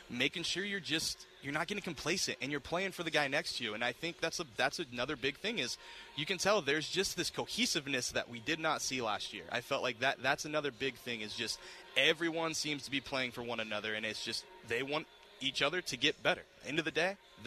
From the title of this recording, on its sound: LIVE at Red & White practice